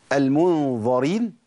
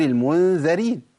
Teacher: الغنة عندي هنا مفخمه طبعا للظاء، مو ظا، هناك الغنة مرققه عشان الذال، الغنة تتبع ما بعدها